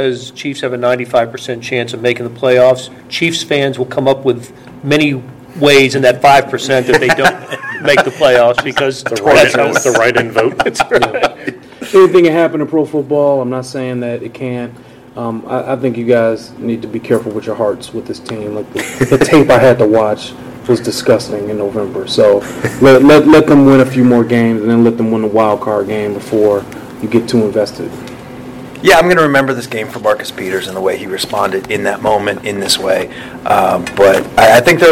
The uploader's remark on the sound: live from Arrowhead Stadium